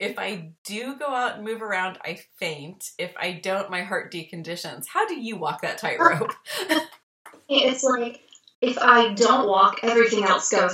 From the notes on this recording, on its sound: Our Skype call was internet cursed